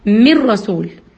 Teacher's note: ما جبتش نون خالص ما جبتش غنة خالص